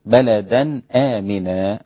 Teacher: ما فيهاش غنة، ده إظهار حلقي